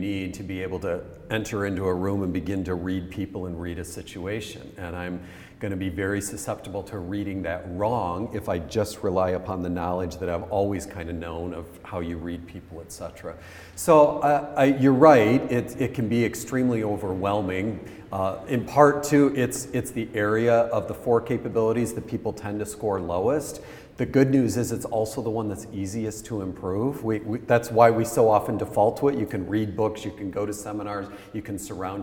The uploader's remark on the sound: Our annual Inclusion Festival took the form of a dedicated radio station, broadcast live from the bookshop at the RIBA's HQ in London.